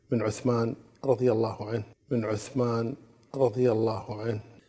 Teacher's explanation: how he pronounces the dad as dha when he speaks normally